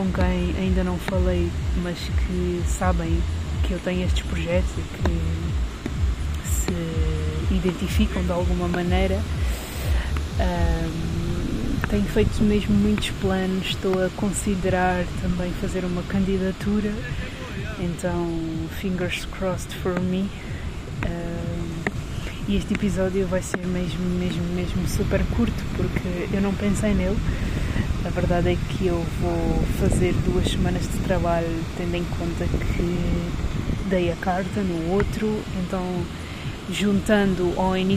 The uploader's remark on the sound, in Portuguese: mini episódio na praia